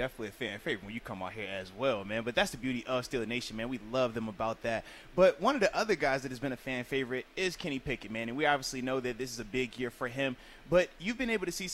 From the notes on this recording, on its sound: Live from Steelers Camp Day 4.